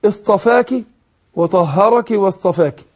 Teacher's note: هنا آخر كل كلمة إيه كاف مكسورة ما فيهاش ياء طبعا